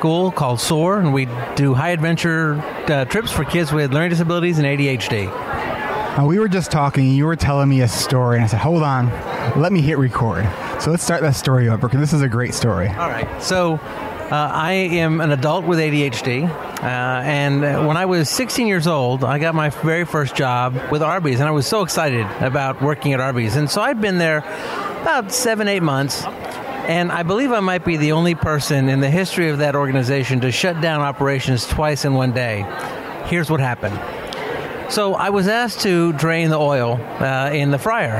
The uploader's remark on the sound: Stories from the CHADD Conference 2016. This conversation took place at the beginning of the conference.